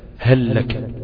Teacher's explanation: تدغم اللام بتاعت هل في اللام الأخرى للتماثل